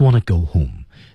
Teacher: T 失去爆破，want to 连读成 wanna